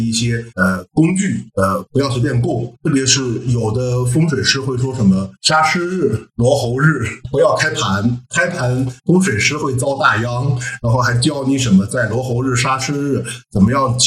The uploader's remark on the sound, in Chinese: 我们把这次连线闲聊全程录制后，作为了本期的节目。因为这是我们第一次连线即使录制，所以音效已经尽了最大努力调整了，如果音效有问什么缺陷的话，请大家多多包涵。